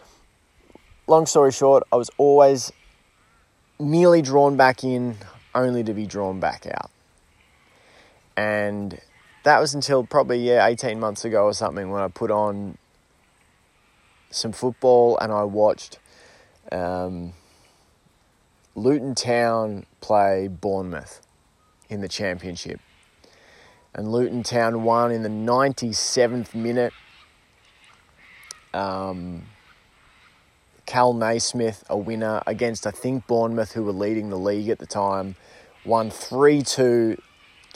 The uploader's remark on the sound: sits down in the garden to record a freeform solo episode